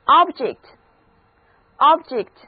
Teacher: 这个时候它是一个名词，重音在第一个音节，字母 E 的读音是短而急促的 E